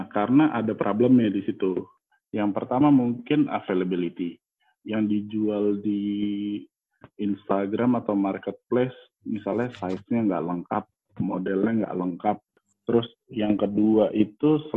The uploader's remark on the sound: We're on the phone